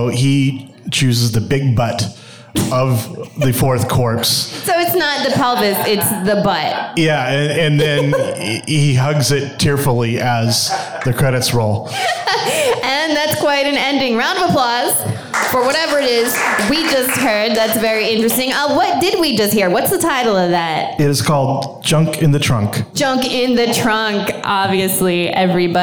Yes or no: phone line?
no